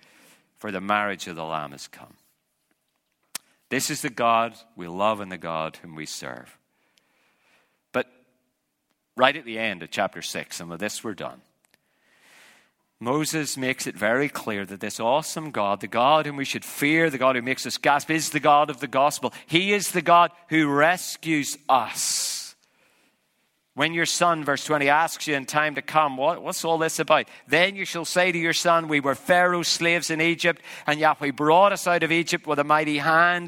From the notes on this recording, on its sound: an audience of church planters and their supporters